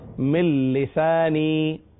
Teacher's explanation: نون کا لام میں ادغام ضرور ہے مگر غنہ نہیں ہے. مل لسانی، بغیر غنہ کے ہیں.